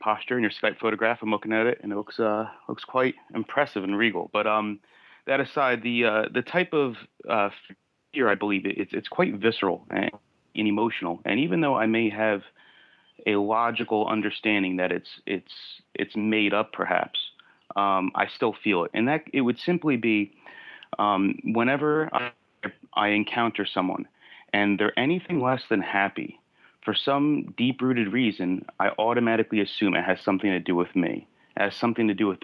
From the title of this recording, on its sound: Wednesday Call In Show